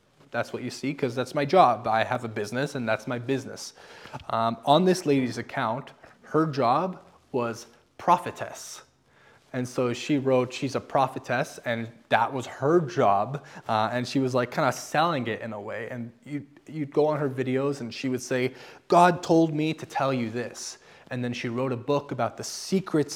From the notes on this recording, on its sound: I am reposting a sermon I recently preached at my church this past Sunday about Spiritual gifts.